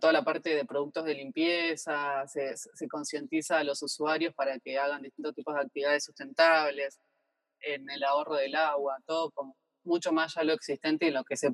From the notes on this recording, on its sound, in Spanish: Esta entrevista fue grabada de manera remota.